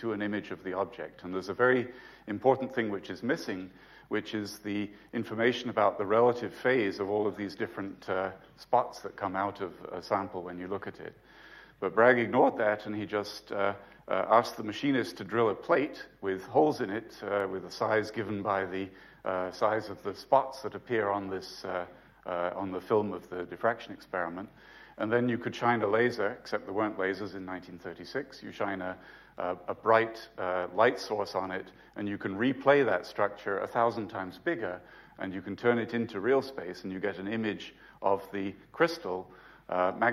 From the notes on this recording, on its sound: UCL Lunch Hour Lecture